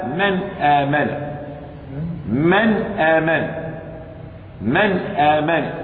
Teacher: إظهار حلقي لوقوع الهمزة بعد النون الساكنة. من آمن.